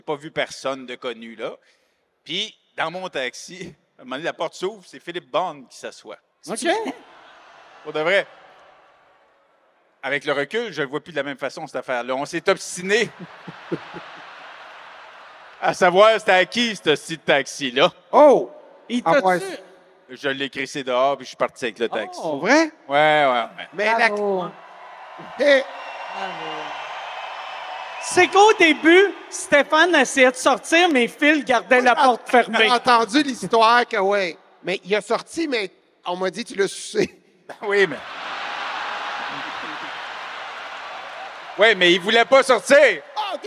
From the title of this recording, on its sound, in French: SOUS ÉCOUTE au CENTRE BELL - Soirée complète